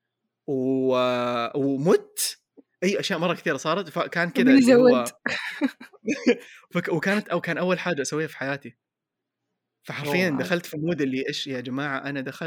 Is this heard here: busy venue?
no